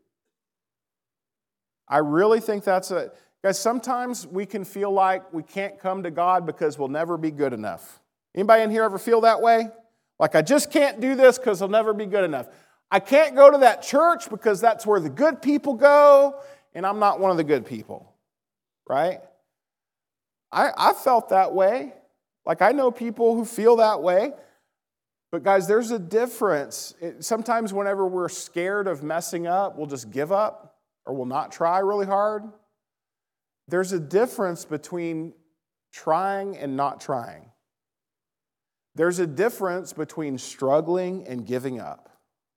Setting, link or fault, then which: setting, large echoing room